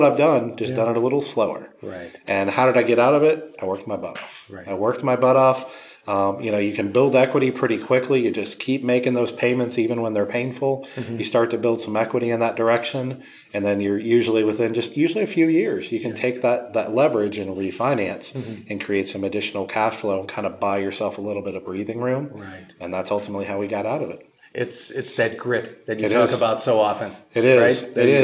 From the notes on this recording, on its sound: recorded in San Diego at CLA’s 2023 Excellence in Laundry Conference